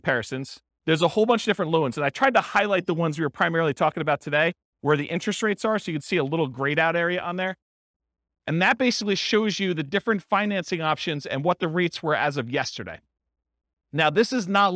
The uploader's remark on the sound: This was a live class recorded